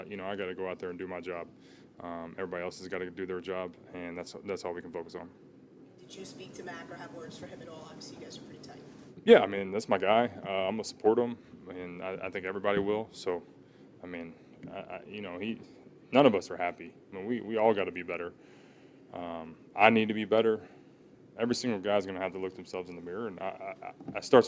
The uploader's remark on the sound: addresses the media during his postgame press conference